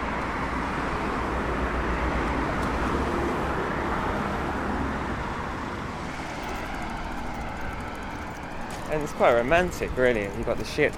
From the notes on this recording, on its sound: Seaside Towns, Seaside Frowns: Margate. This was an experiment into working in a single longform interview format (which I had not done before), and was recorded in a single day as a walk around the town.